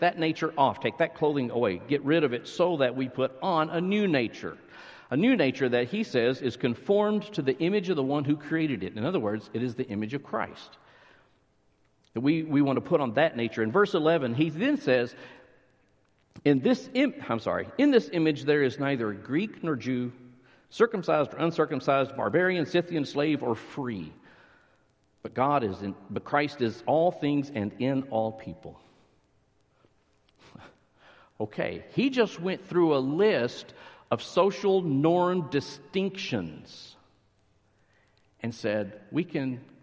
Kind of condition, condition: setting, large echoing room